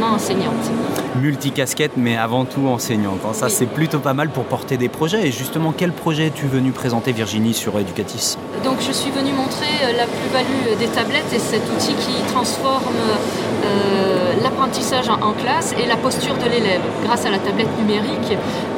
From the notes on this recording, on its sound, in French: Second épisode hors série sur 3 enregistrés en direct d’Educatec/Educatice du 26 au 28 novembre 2014.